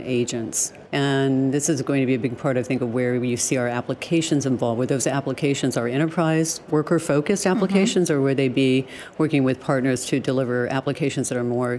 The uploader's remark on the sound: joins us live from Intel AI Day in San Francisco.